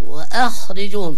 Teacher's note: ترقق الهمزة وتفخم الخاء